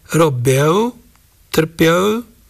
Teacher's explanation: Typickým znakom je aj dvojhláska ie v tvároch minulého času po perných spoluhláskach